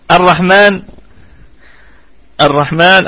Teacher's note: أيوة الشد على الراء، يبقى هي مضغمة في الراء، يبقى اللام مضغمة في الراء · Term: لام شمسية